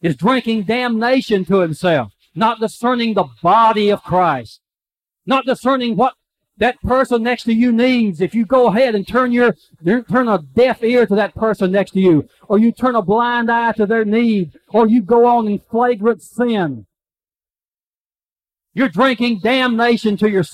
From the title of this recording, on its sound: live service